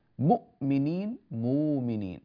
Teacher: هذا اسمه إبدال، إبدال، أخذنا الهمزة الساكنة وأبدلناها حرف مد من جنس حركة ما قبلها، فنقول مؤ فصارت مو، مؤمنين مؤمنين.